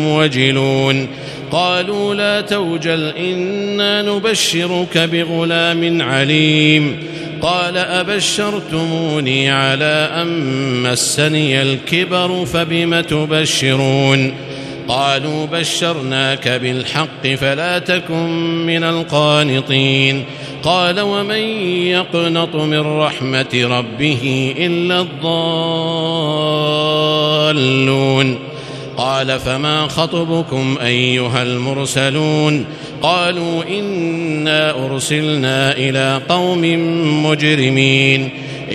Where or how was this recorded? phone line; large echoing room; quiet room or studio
large echoing room